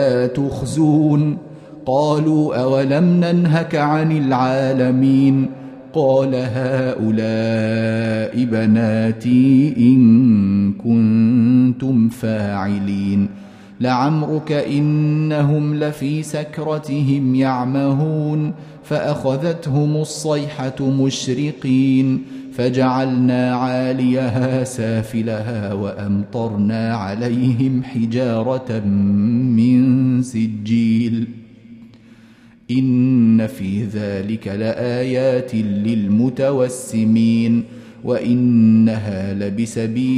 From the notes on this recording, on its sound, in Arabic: مسجل من صلاة التراويح بمسجد السلام بحي مشرفة بجدة.